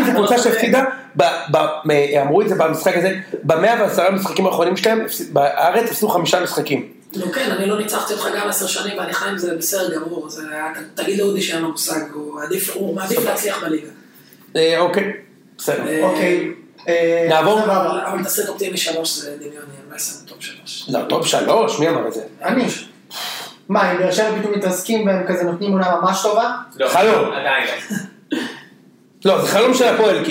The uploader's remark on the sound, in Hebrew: דפקנו את הסאונד והקלטנו דרך המחשב במקום הקונסולה המקצועית